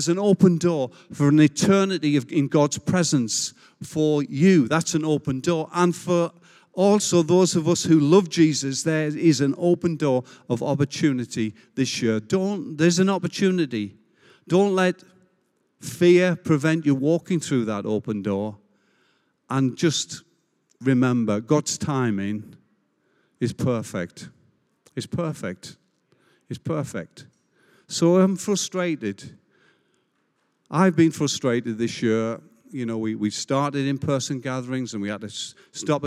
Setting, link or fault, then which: setting, large echoing room